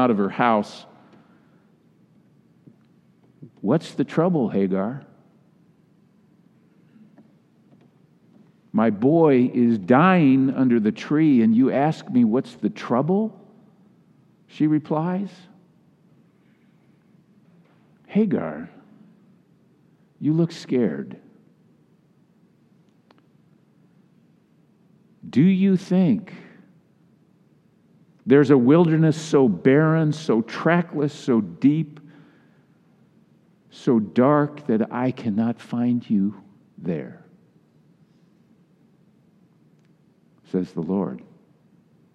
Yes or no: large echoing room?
yes